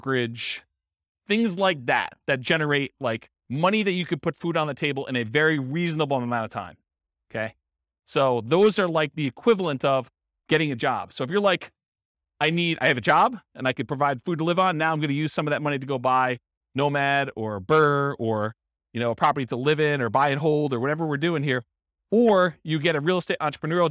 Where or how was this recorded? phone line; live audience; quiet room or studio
live audience